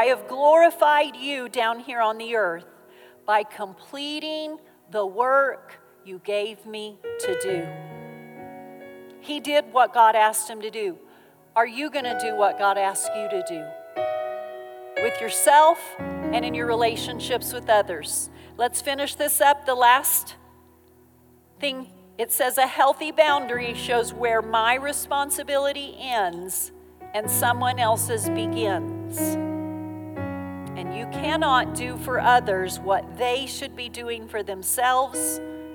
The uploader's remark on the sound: Recorded live during our Wednesday night service.